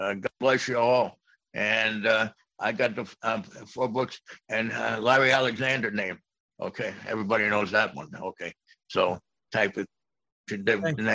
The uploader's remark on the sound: This event was originally broadcast via Zoom